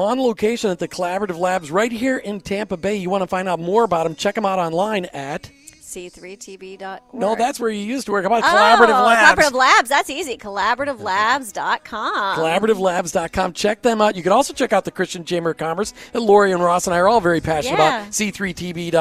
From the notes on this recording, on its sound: We were on location this afternoon at the Global Leadership Summit